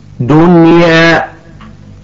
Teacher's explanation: أما إذا كانت النون الساكنة في وسط الكلمة وجاء بعدها حرف من حروف الإدغام، فعندئذ ننطق النون الساكنة ظاهرة وواضحة